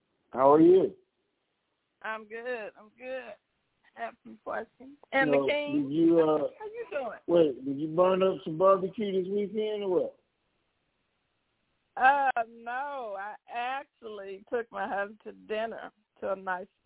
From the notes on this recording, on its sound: TNTSuperfantastic Conference Call